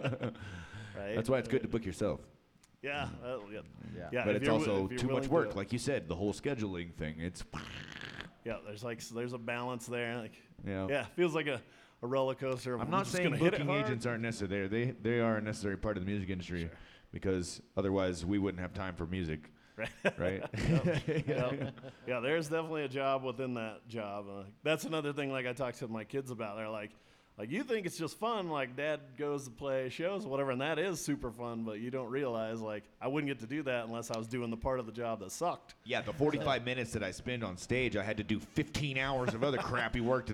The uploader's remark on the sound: This is a special episode recorded at Western Sky Bar and Taproom in Englewood, CO.